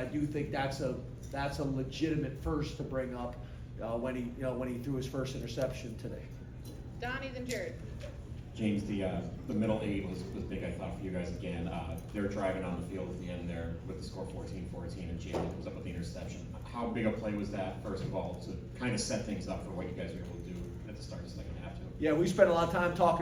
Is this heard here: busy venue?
yes